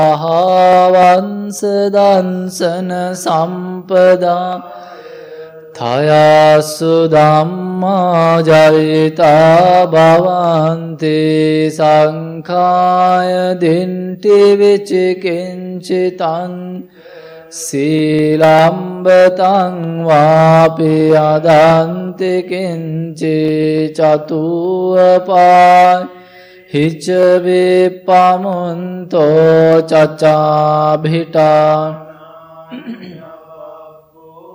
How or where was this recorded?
large echoing room